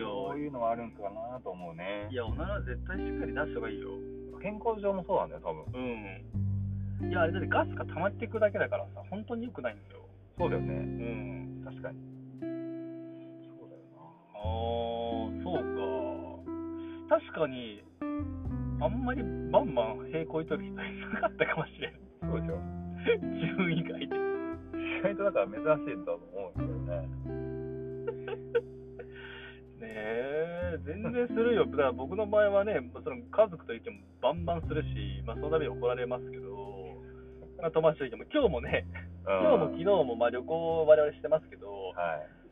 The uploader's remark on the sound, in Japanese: 熊本車中収録シリーズ最終回